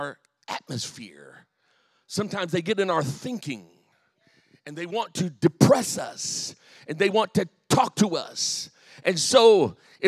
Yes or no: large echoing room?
yes